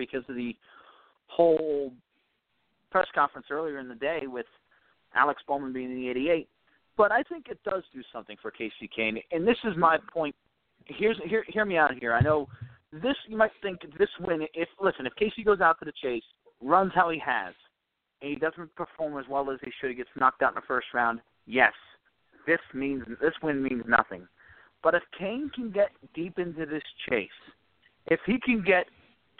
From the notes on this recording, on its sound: we'll take some phone calls